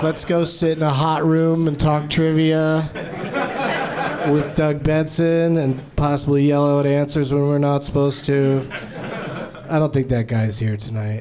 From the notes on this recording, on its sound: Live from the NerdMelt Showroom